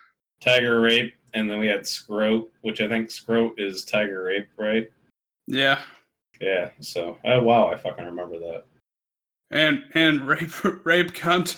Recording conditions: poor sound quality